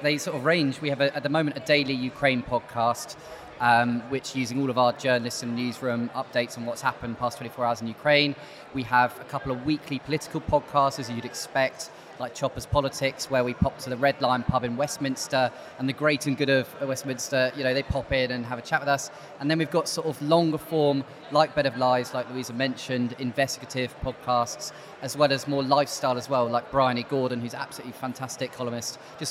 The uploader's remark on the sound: Live in London